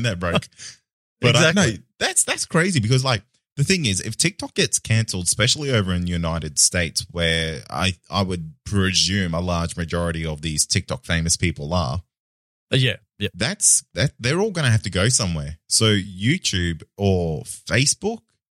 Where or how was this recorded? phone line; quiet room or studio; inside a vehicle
quiet room or studio